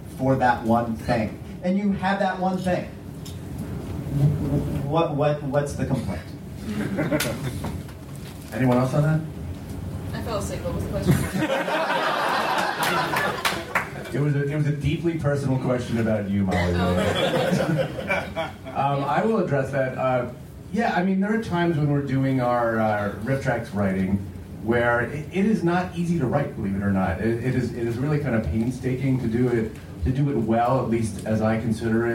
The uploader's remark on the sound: Recorded aboard the Freedom of the Seas Royal Caribbean ship for JoCo Cruise Crazy 3. Volunteered to record this panel.